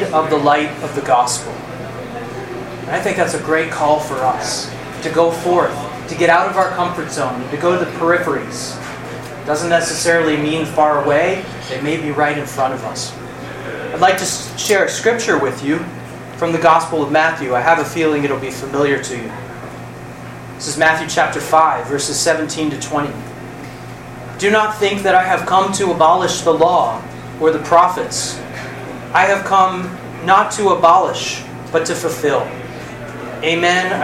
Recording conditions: busy venue